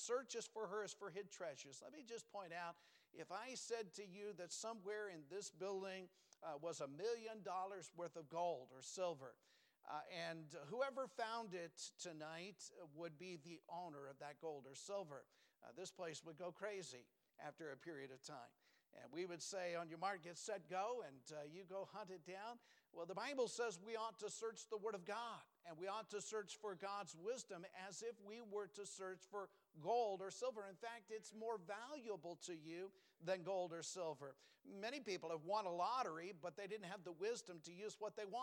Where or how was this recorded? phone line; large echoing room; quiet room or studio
large echoing room